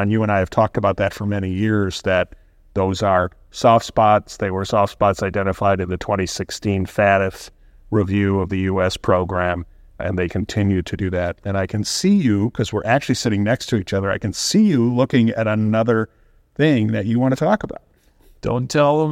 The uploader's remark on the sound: Live From ACAMS Las Vegas